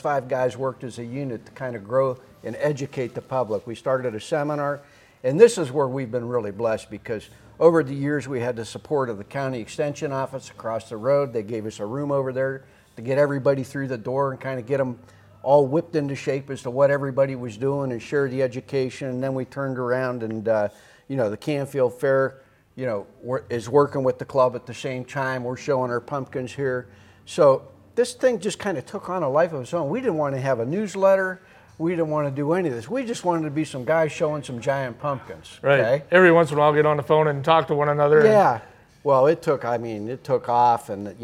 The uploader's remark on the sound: recorded onsite at The Canfield Fairgrounds!